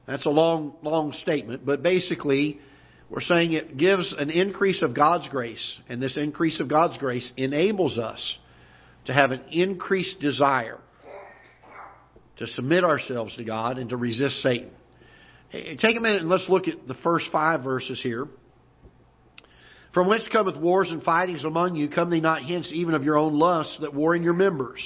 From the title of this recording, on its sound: Ketha Heights Baptist Church ~ Live Broadcast